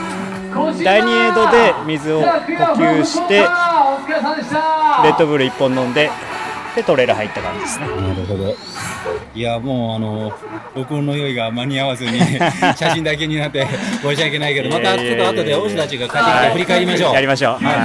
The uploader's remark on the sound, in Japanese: ラジオ練、今回はライブ感のある収録テストです。雑音バリバリ入ってます～。